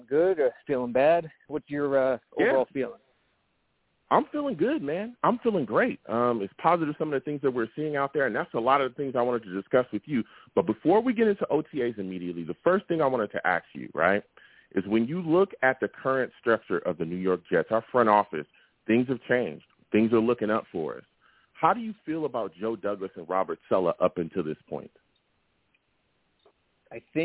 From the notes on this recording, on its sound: I also take live callers!